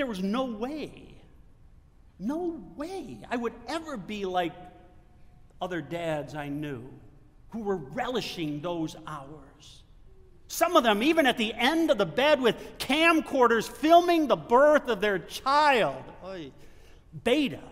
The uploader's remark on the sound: Delivered at the First Presbyterian Church of Flint. Sunday Liturgy.